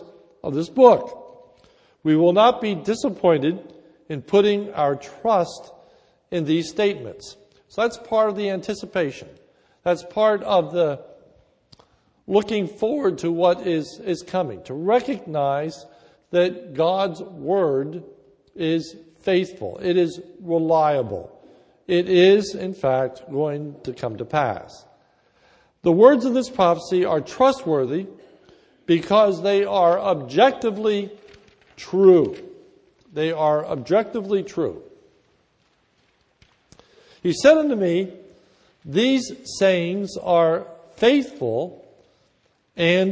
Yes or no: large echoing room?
yes